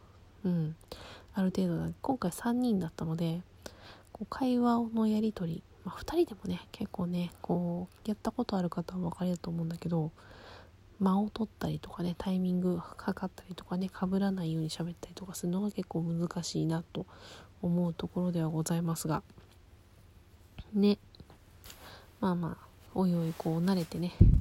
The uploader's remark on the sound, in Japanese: うつ伏せに寝っ転がって話しているので雑音が…ゲスト招待機能β版。